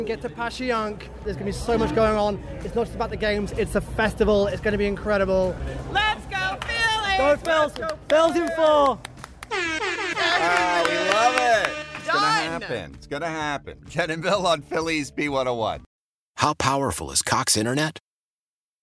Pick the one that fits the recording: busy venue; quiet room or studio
busy venue